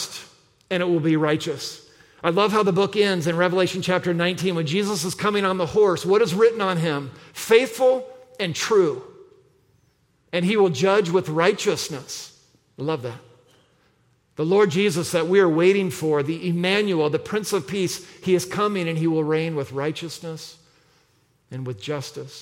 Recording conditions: large echoing room